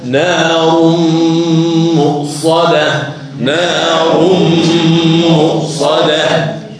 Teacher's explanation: في غنة هي إدغام بغنة